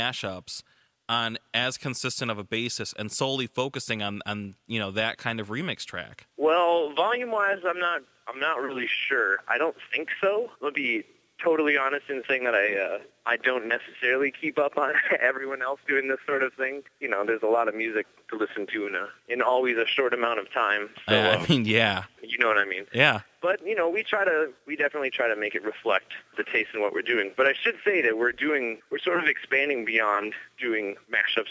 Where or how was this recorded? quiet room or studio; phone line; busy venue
phone line